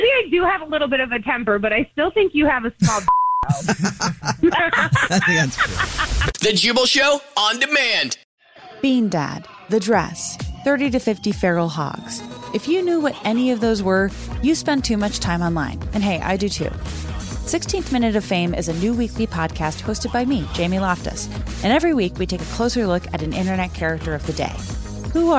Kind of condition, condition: link, phone line